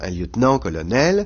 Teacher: Dans les traités courants, vous lisez qu'on dit un lieutenant accent sur nan, un colonel accent sur nel, mais vous ne dites pas un lieutenant colonel, vous dites un lieutenant colonel, et l'accent qui était sur nan a disparu · Term: désaccentuation